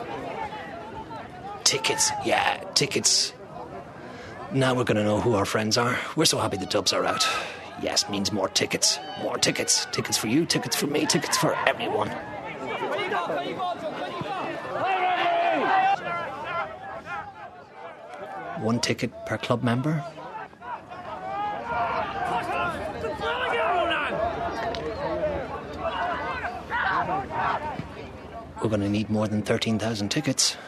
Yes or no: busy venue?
yes